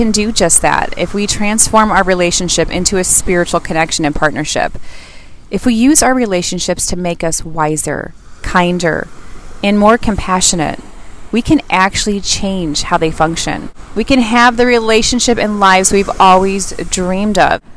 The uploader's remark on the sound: the sound is a bit off as I recorded this on the beach.